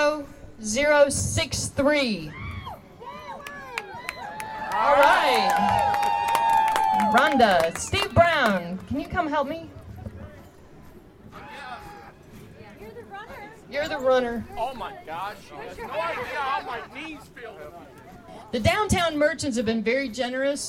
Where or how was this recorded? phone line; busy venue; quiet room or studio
busy venue